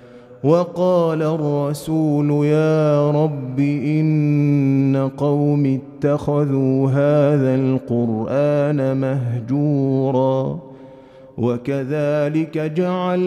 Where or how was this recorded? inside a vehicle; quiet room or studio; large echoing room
large echoing room